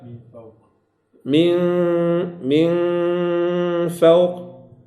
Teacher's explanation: طرف اللسان لا يصل إلى الحنك الأعلى، لأنه لو وصل فهذا إظهار وليس إخفاء، فهذا إظهار وليس إخفاء. · Term: الإخفاء